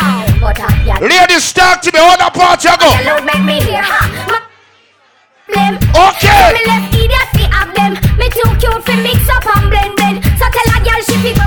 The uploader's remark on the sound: LIVE AT STRIPPER FEST 12TH NOV 2022